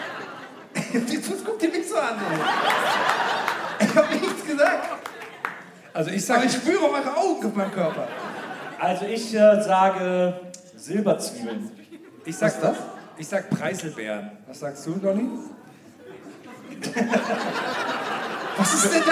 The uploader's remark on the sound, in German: Aufgenommen LIVE in Köln am 20.09.2021